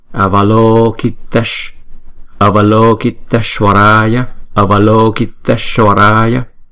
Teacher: Chữ S có dấu sắc thì chúng ta đọc ẩn cong cái lưỡi lên và đọc phát âm S.